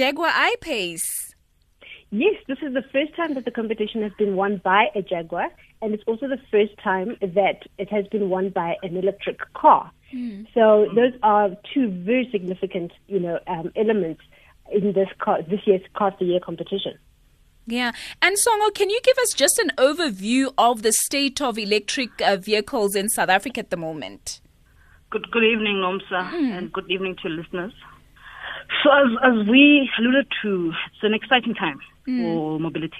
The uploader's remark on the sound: GUEST (phone)